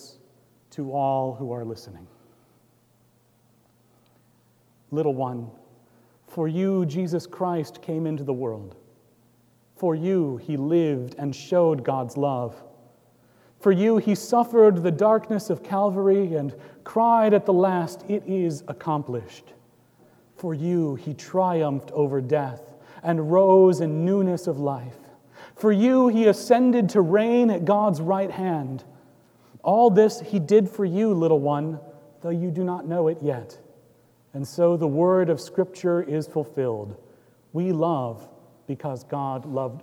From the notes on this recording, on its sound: Recorded live on September 9, 2018 at Trinity Presbyterian Church in Bixby, Okla.